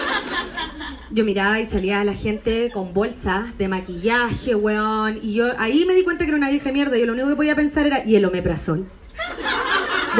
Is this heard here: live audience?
yes